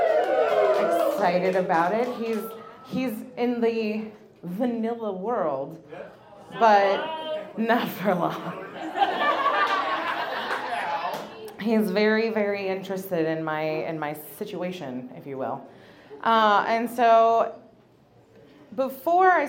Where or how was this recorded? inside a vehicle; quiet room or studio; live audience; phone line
live audience